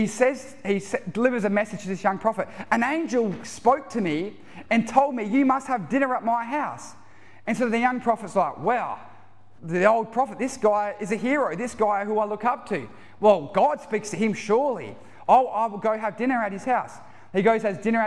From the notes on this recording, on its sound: Recorded live at One Heart Church (Tumby Bay) at the 4pm serivce